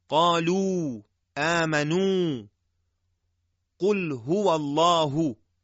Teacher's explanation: در واو مدی مجرای عبور هوا کمی بازتره و هوا در اون محل سایش پیدا نمیکنه و لذا صدای واو مدی از واو ساکنه معمولی کمی روانتره و در واو معمولی مخرج حرف کمی فشرده تر و و هوا نسبتاً دارای سایشه.